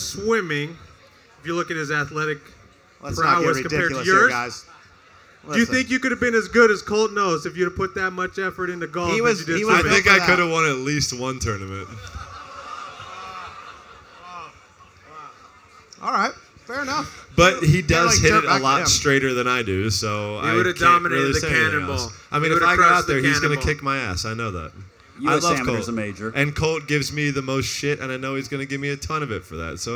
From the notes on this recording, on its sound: Live from GOLF's Top 100 Teachers Retreat in Scottsdale, AZ.